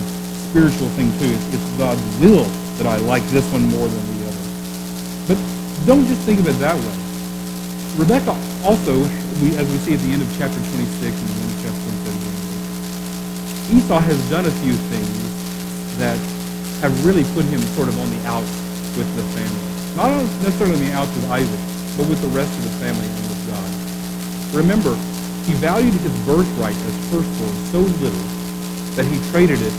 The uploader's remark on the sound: We apologize for the poor quality audio.